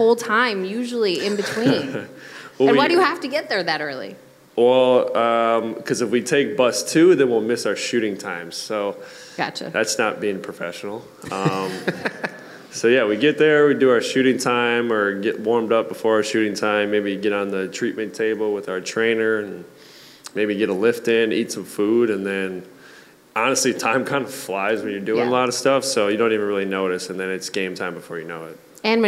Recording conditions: busy venue